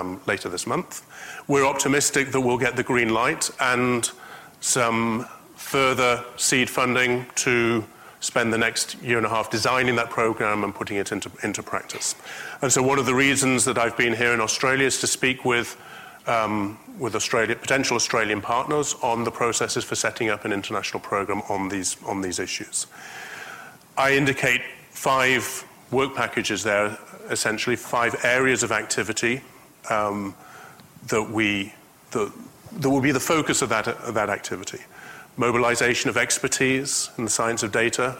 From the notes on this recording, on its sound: IFE Distinguished Visitor Lecture - recorded 7 June 2019 at QUT.